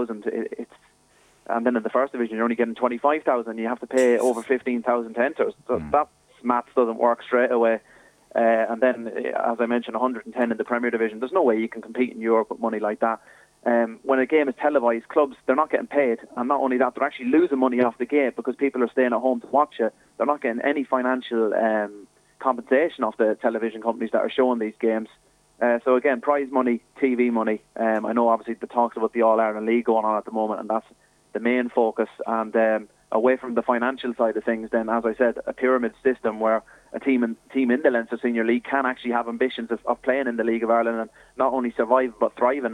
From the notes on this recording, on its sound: joined us on the phone